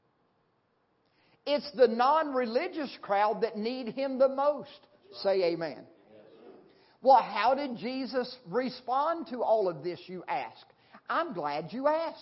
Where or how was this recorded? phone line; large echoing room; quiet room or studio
large echoing room